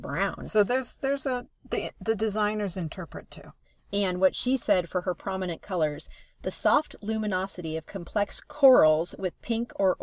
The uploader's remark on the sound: we record in the redwoods